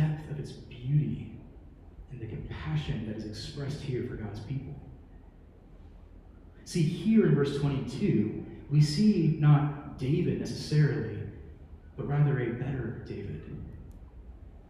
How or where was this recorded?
large echoing room